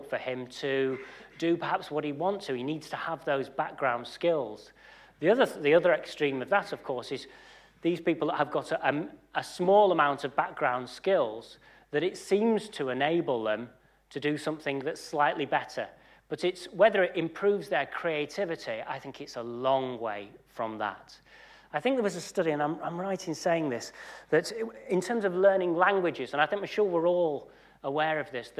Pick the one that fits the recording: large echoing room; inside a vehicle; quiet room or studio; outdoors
large echoing room